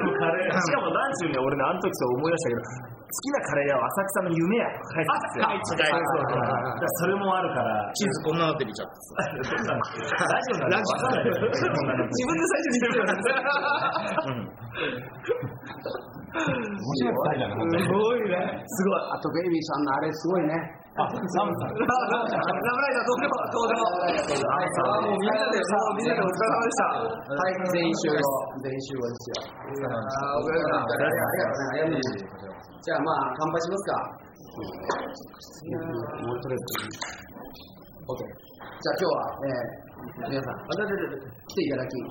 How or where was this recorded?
busy venue